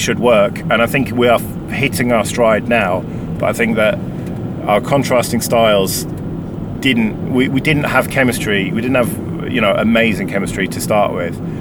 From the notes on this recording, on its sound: Catchup from the motorway. I was bored on the motorway so I decided to record a solo episode.